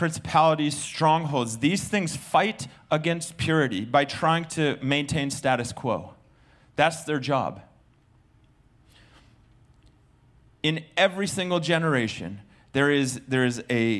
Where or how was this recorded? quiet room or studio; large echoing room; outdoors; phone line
large echoing room